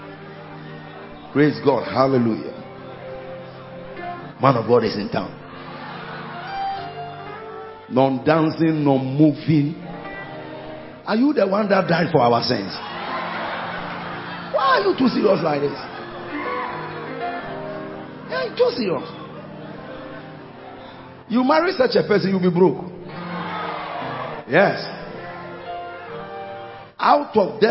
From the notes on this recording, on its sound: Preached at the He Gave Gifts Unto Men Conference, Day 1 - The Makarios Cathedral, HQ